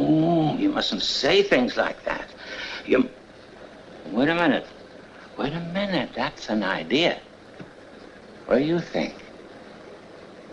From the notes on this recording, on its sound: This is audio ripped from the Live Service video.